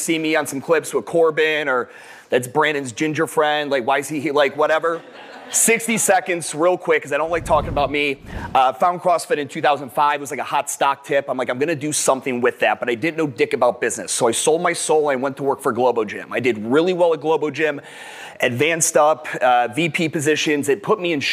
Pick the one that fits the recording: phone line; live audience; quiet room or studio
live audience